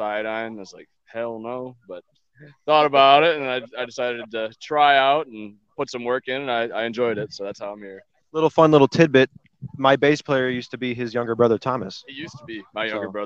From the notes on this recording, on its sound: We had a blast doing live coverage from Michigan Metal Fest on Saturday!